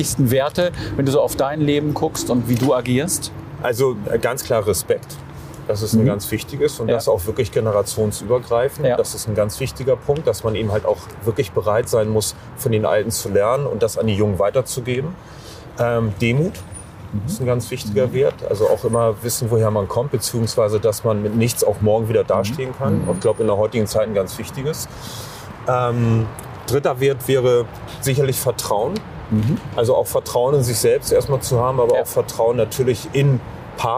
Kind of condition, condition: setting, outdoors